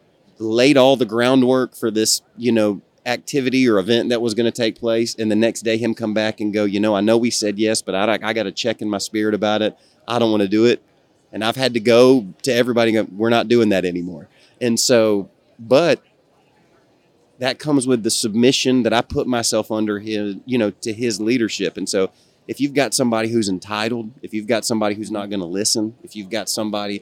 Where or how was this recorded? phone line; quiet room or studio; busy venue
busy venue